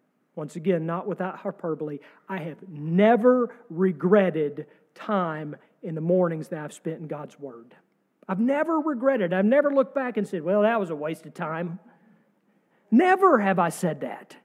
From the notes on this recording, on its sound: sermon from our service on March 26, 2023